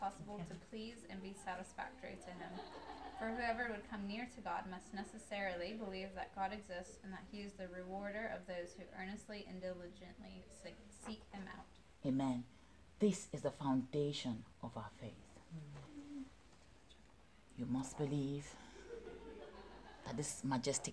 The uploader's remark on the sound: From our Aroha Nui 20/20 Vision Women's Conference